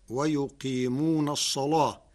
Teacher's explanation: قرأ ورش كلمة الصلاة بتغليظ اللام لوقوعها بعد صاد مفتوحة